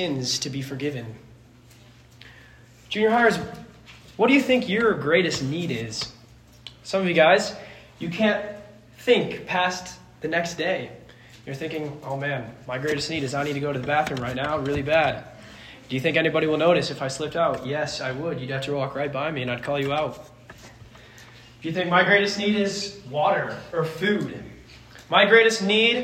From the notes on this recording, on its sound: This sermon was preached to a Junior High audience